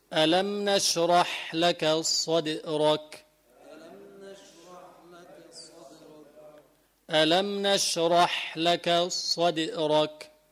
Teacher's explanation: قلقلة الدال مائلة للكسر